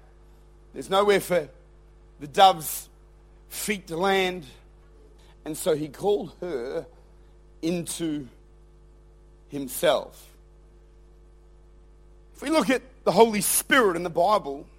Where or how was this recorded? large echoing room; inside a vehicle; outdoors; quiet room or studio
large echoing room